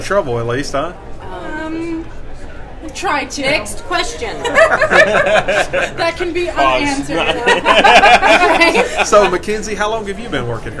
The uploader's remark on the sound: A very special episode recorded live at our TeamRoehl Annual Awards Banquet! Talk to honorees, guests and volunteers at Roehl's signature event.